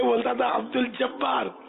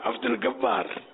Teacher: شاید ان سے گاف ادا ہوتا ہے جیم کی جگہ · Shown in: second take · Term: جیم کو گاف